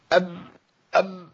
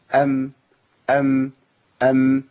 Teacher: مش انطباق قوي ليه؟ لأن في غنة والغنة لا تخرج مع انطباق قوي · Shown in: second take · قول كده أب ما تعرفش تجيب غنة لكن لازم الانطباق يكون